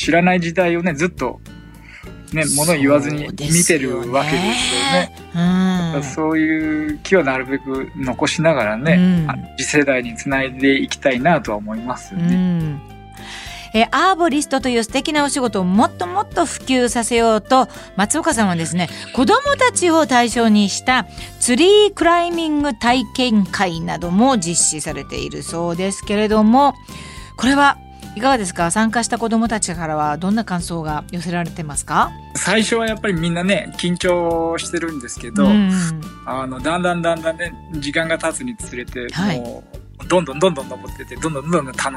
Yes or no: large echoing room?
no